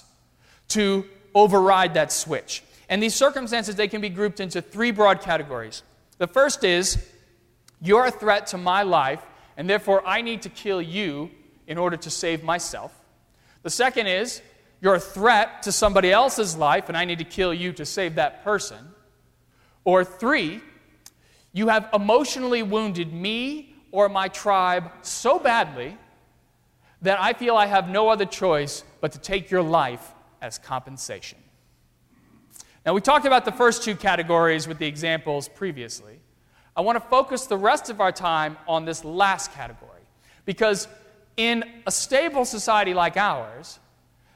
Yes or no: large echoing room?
yes